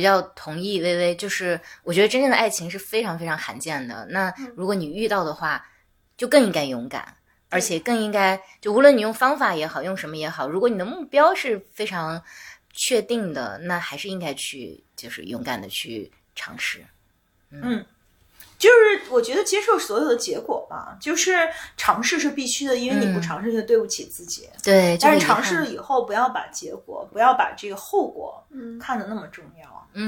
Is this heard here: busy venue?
no